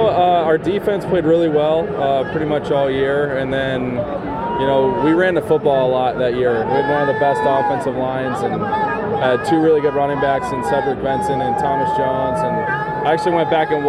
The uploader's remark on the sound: Live from Radio Row in Miami for Super Bowl LIV.